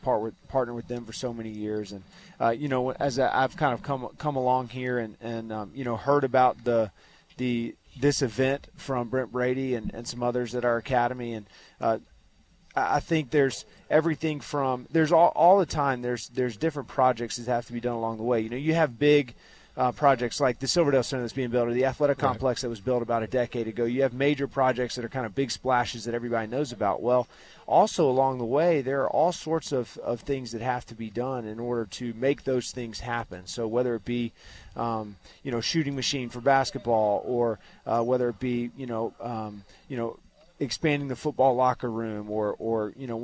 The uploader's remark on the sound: Live from the boat ramp. Broadcasting live from the 13th Annual Sportsman's Warehouse Dream Tournament Blast Off.